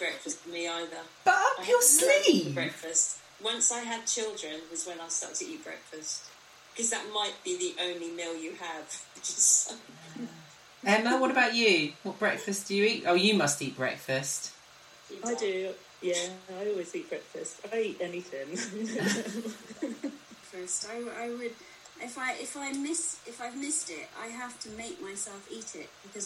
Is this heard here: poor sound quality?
yes